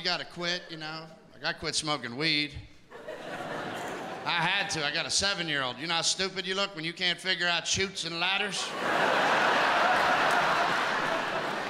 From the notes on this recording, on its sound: Returns home to Pittsburgh, where all the funny began for him, in a one-hour live event that celebrates working-class America.